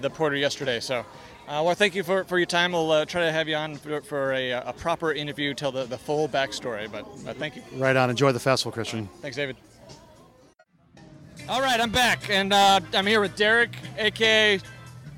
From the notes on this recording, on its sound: We are sharing some micro interviews from the West Seattle Beer and Music Festival. West Seattle Beer & Music Festival - LIVE. We are sharing some micro interviews from the West Seattle Beer and Music Festival. The West Seattle Beer and Music Festival is a unique event at the Alki Masonic Center featuring 20 brewers.